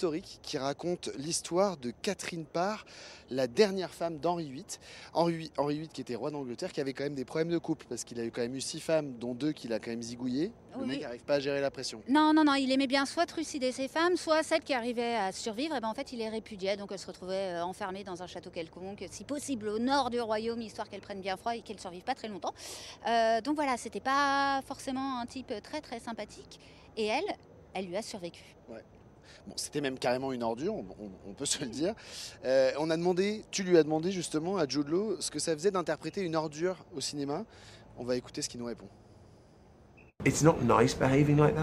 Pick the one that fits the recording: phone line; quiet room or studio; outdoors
outdoors